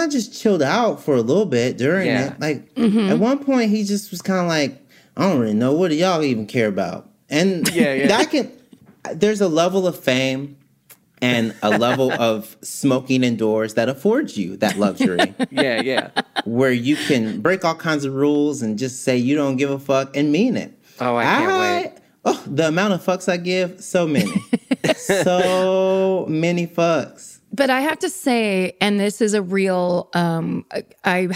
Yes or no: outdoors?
no